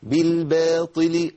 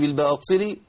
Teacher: مكسورة، والطاء المكسورة دايما عندنا مشكلة فيها. قلنا نمنع النفس في الطاء لأن الطاء لا نفس فيها · Shown in: first take · بالباطل أيوة كده، ما تقولش بالباطلي ولا تقول بالباطلي.